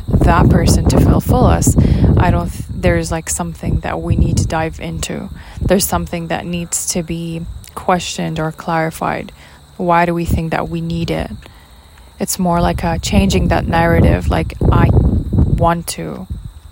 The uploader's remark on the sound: my mic caught up wind noises from the background, I apologize for that